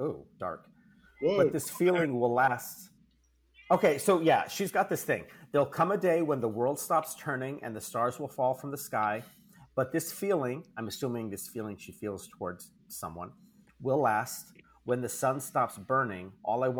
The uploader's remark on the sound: This week we power through some audio issues